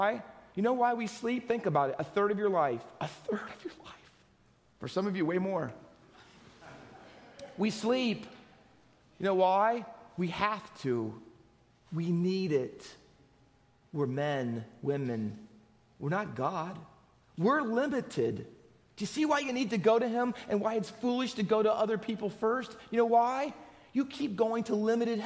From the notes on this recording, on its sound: Faith Baptist Church in Hamilton, NJ.